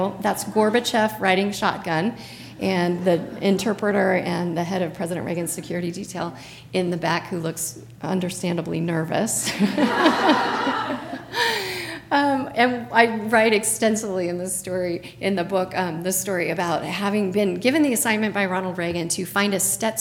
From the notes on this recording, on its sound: The event was recorded at CBLPI's Western Women's Summit in Phoenix AZ in October 2017.